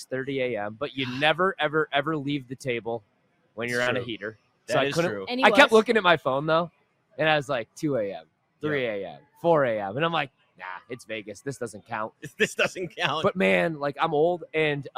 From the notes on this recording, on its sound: LIVE FROM LAS Vegas at Mandalay Bay!